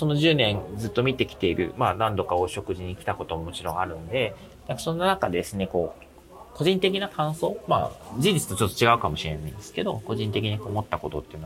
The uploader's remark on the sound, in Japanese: ちょっと音声処理がイマイチだったのでアップロードし直しています。出張帰りの空港で収録してお届けしています。